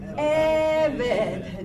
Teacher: The first syllable has the stress